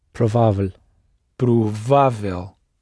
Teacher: the O isn't stressed, so we're going to skate over it.